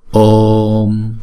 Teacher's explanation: chúng ta phải đọc chữ Ô là hai nhịp, chúng ta phải kéo dài chữ Ô trước rồi mới đóng chữ Ô lại.